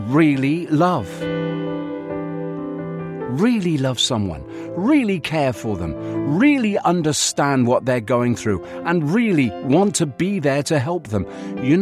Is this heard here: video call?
no